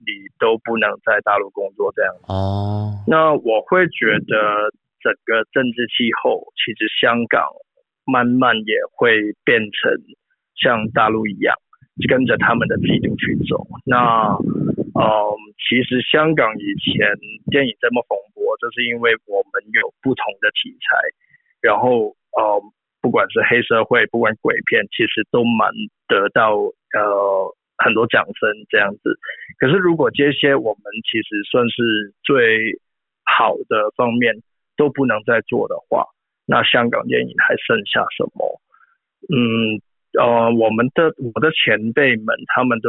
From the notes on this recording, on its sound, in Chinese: 電話訪問香港知名電影美術指導